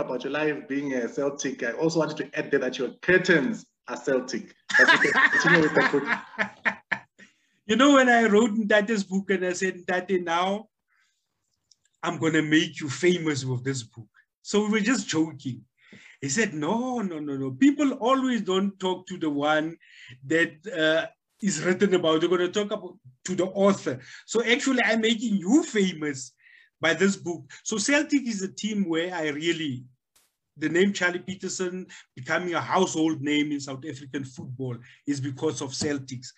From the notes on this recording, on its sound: The series is webcast via Zoom